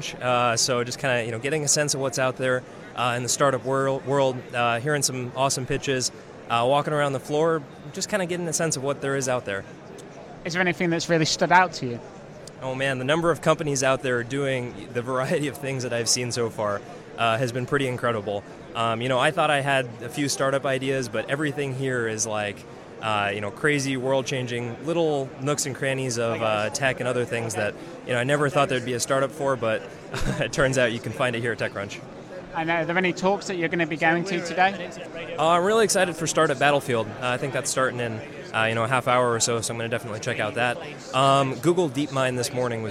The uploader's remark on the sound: TechCrunch Disrupt London 2016 Showcases Best UK Technology. We chat with some interesting people from around the venue and get their best highlights from the conference.